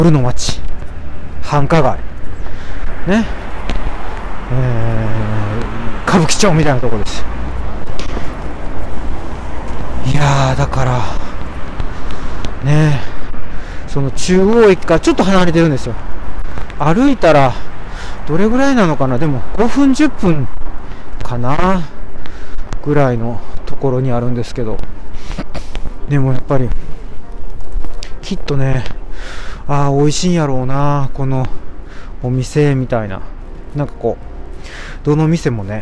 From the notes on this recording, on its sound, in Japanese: 天文館という歌舞伎町のような夜の街を歩きながらお届けします。